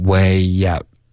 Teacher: way out 又添加一个 y 的音